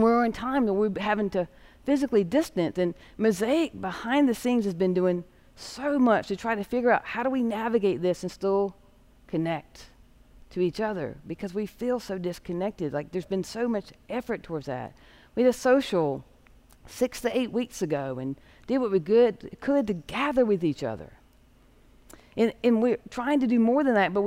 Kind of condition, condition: setting, large echoing room